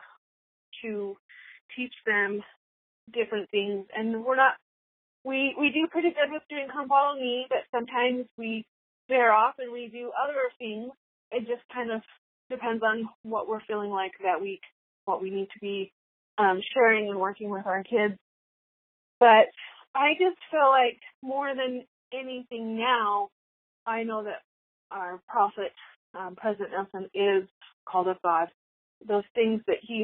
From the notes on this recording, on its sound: Listener Call-in Show. Today you get to hear from 11 women who called in and shared the blessings they have seen.